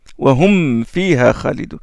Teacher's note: le mime et le waw sont des labiales, sont deux lettres labiales qui sortent des lèvres et donc ils les confondent.